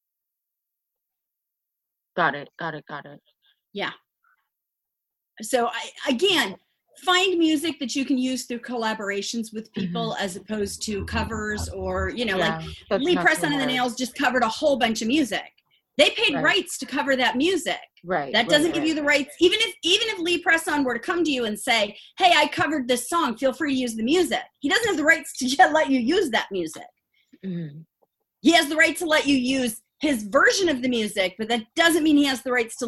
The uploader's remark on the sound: Its our first Zoom recording and I apologize as I sound like I am screaming. I have a sinus block and can’t hear myself.